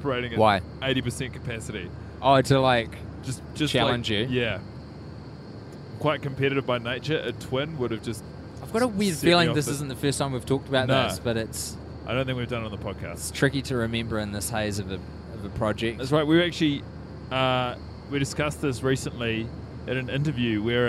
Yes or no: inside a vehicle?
yes